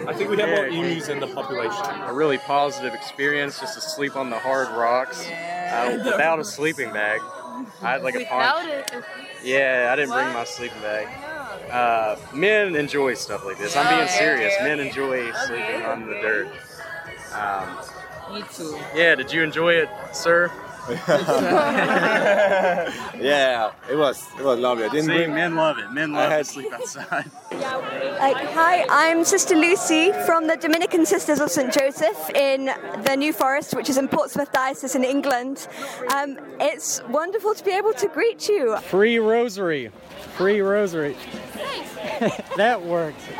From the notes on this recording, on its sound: Recorded 8 hours of talks, music, and background noise, while he was at World Youth Day 2023.